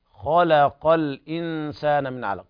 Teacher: ولاحظ هنا تفخيم الخاء والقاف، واللام بينهما مرققة، خلاق، فلابد من تخليص الترقيق من التفخيم، خلق الإنسان.